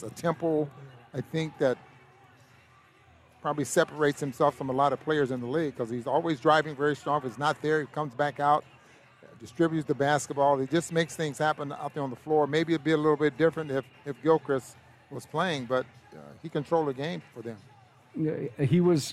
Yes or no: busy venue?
yes